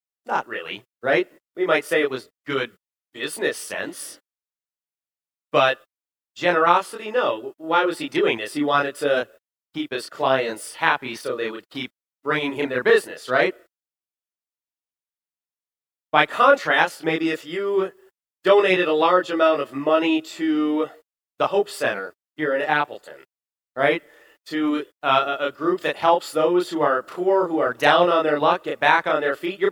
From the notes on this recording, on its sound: Bethany, Appleton, WI. Preached this sermon at Bethany's Sunday worship on October 9, 2022.